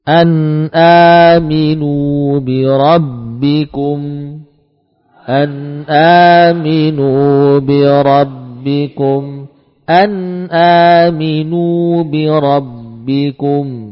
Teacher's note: terasa ada gunnah pada nun dan mim. · Term: gunnah naqisah